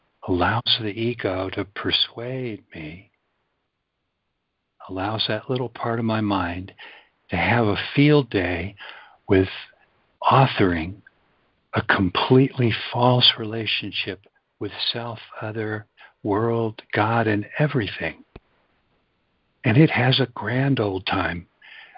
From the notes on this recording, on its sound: ACIM Daily Conference Call